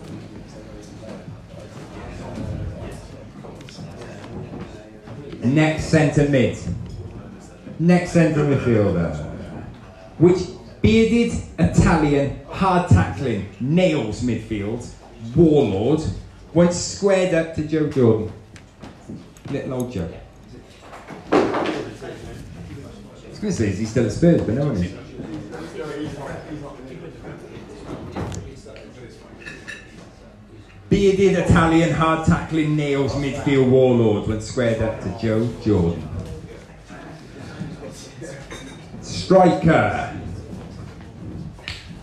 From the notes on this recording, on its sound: Live at Little Man Coffee. Our 4th live show of the year and our third football quiz in aid of The Wallich from Little Man Coffee in Cardiff.